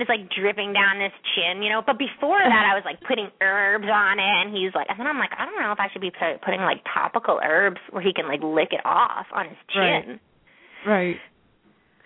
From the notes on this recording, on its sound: Open up the lines for listeners to call.